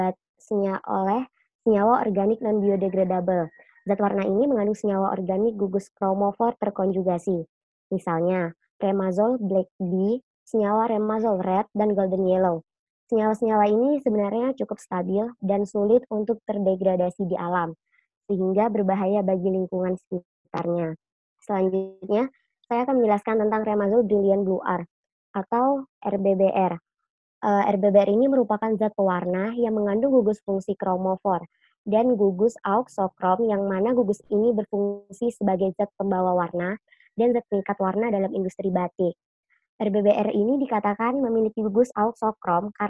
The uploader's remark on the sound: Zoom Meeting